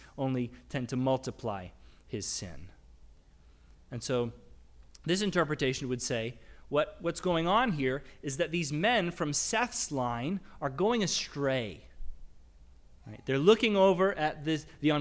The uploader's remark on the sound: Sermonn audio from the LBC worship service on Sunday, June 5, 2022.